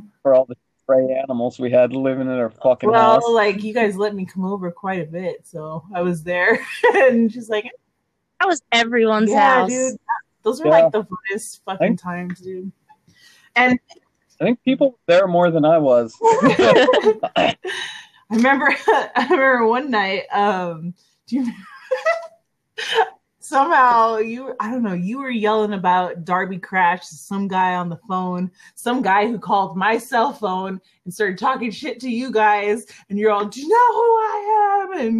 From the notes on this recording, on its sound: This Audio Is Super Fucked Up.